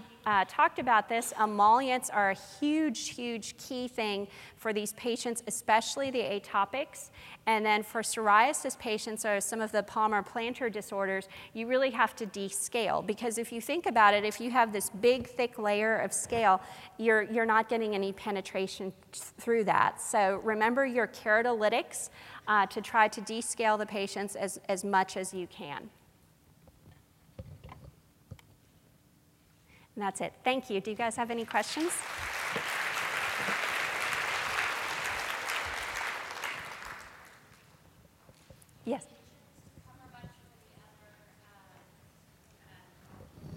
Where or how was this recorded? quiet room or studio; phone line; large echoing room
large echoing room